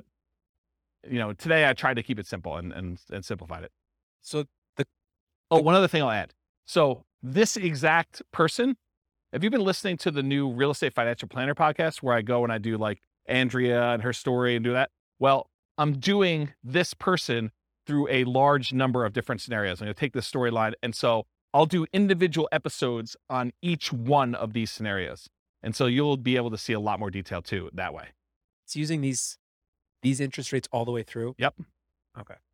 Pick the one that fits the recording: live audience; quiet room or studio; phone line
live audience